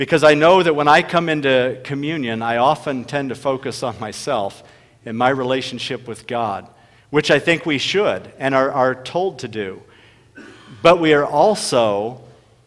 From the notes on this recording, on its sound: delivered at Bethesda Church in Huron, SD.